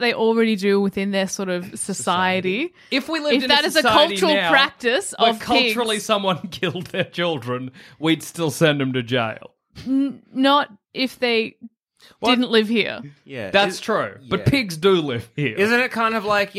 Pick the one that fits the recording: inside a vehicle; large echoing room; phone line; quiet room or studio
quiet room or studio